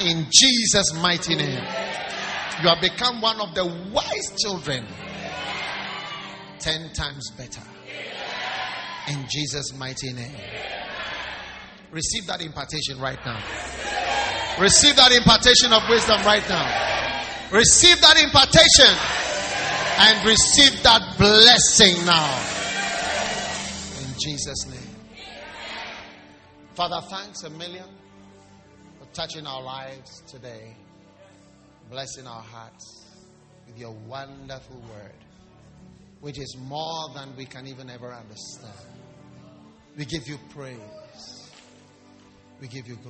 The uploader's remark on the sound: Preached at the Wisdom Impartation Service.